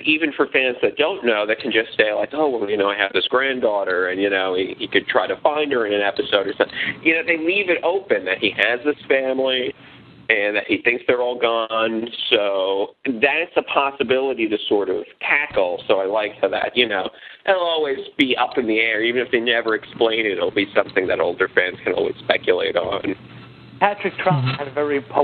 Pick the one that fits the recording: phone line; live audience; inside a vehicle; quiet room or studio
phone line